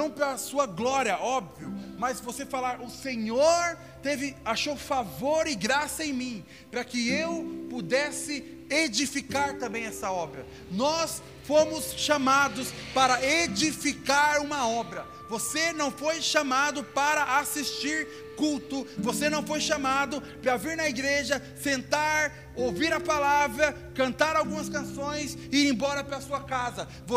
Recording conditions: large echoing room